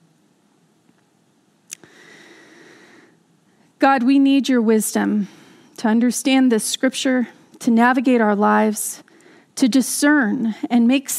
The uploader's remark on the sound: This message was delivered during the Contemporary Worship service. San Marino Community Church.